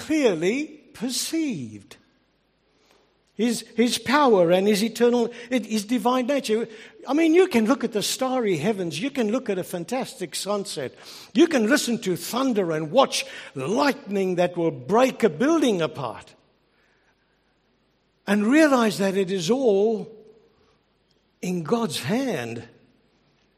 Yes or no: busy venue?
no